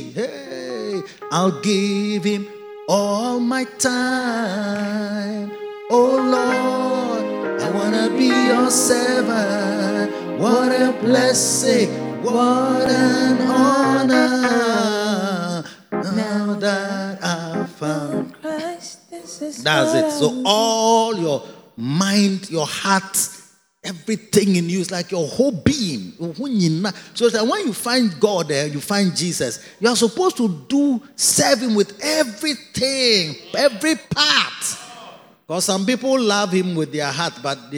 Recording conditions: large echoing room